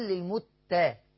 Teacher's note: للمتة بالتاء مش بالطاء. ما ينفعش أقول للمتقين للمتاطة خطأ.